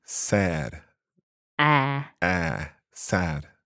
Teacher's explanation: It's a little bit more like the a sound, a kind of open a.